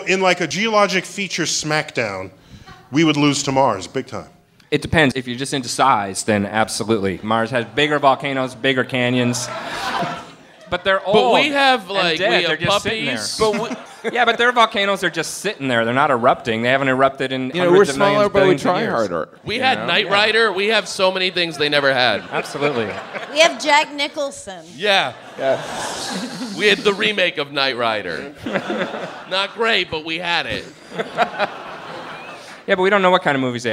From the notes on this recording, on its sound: StarTalk Live descends on The Bell House